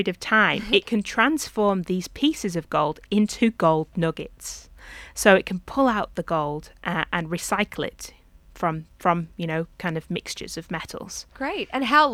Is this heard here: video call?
no